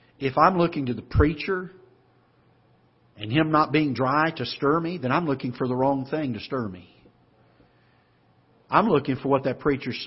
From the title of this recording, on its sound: Ketha Heights Baptist Church ~ Live Broadcast